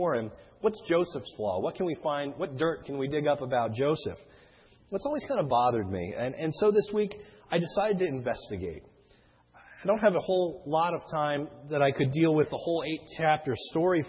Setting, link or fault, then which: setting, large echoing room